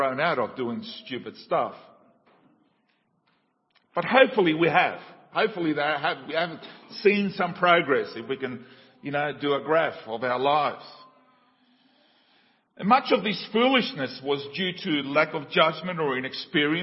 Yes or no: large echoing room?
yes